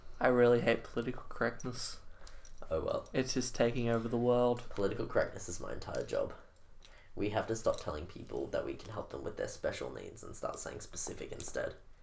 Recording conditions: sounds in the background